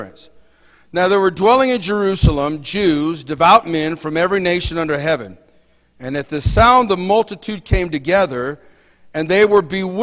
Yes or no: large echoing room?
yes